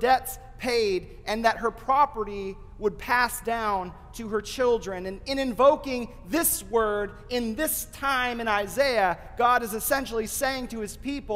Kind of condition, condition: setting, large echoing room